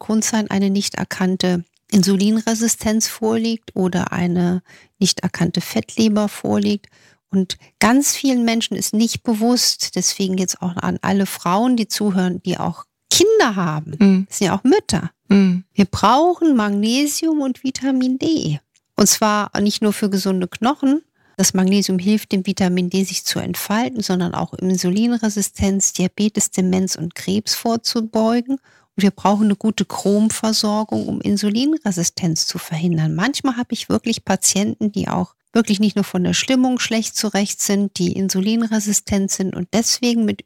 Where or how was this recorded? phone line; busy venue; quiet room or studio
quiet room or studio